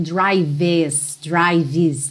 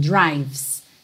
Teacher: É como se você fosse mesmo do V direto pro S, tá? Você não vai passar pelo E no som. · Shown in: second take